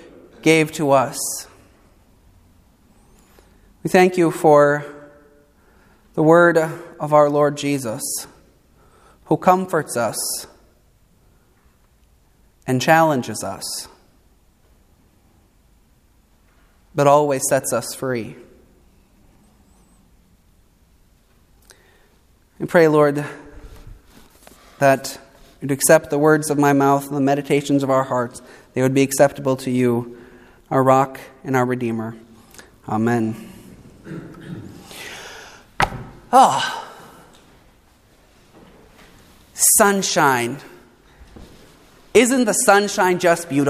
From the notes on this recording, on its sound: preached at Saint Mark Lutheran Church in Morristown, NJ and Good Shepherd Lutheran Church in Florham Park, NJ